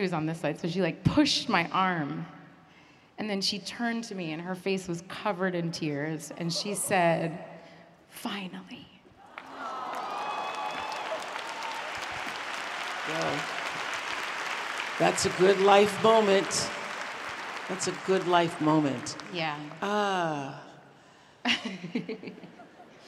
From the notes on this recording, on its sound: In front of a live audience in Dallas, Texas.